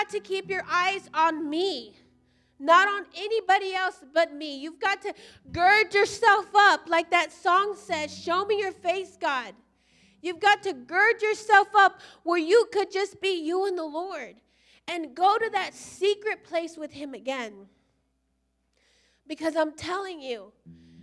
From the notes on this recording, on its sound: Recorded live at Emerging Streams Apostolic Center in Stryker, Ohio.